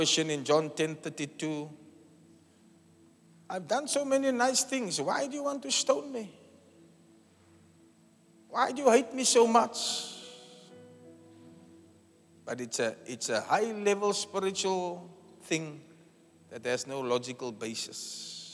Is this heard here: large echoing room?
yes